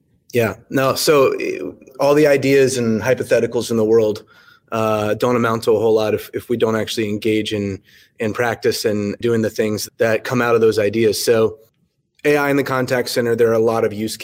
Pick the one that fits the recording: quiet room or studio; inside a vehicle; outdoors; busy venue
busy venue